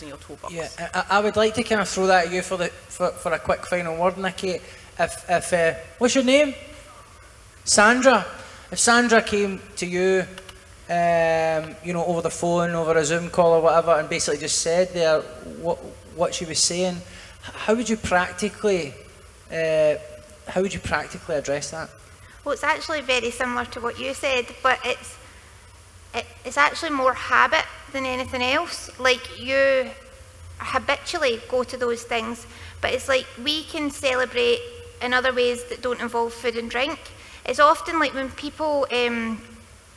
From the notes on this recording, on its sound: We revisit the sixth show of Common People Live at the Edinburgh Fringe.